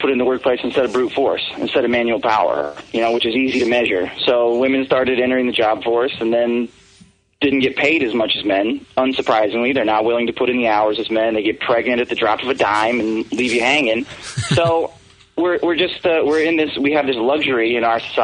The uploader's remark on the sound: Open phone lines, Drunk Calls.